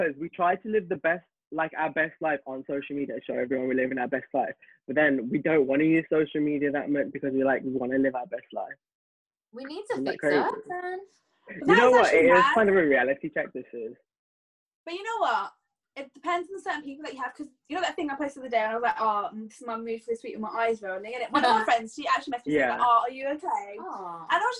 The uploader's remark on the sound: We’re back to the zoom calls